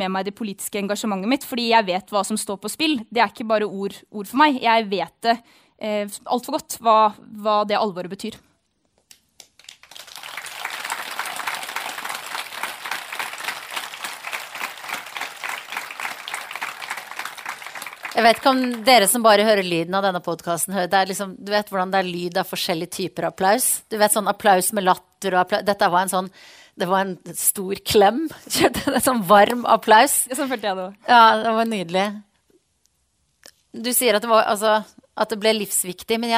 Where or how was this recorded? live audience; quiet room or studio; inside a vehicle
live audience